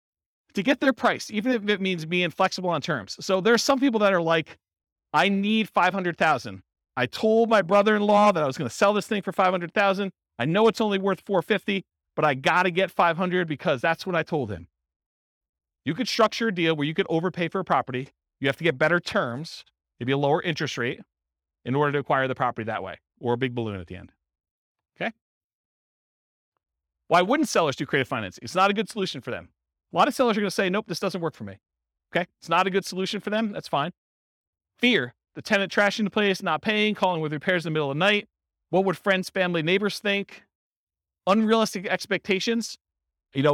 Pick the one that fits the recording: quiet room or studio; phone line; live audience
live audience